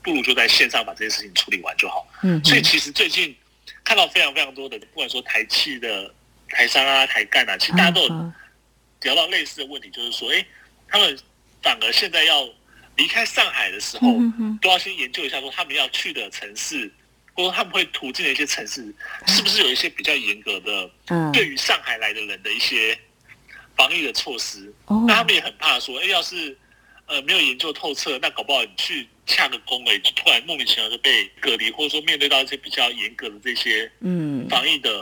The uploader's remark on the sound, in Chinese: 連線訪問中央社駐上海記者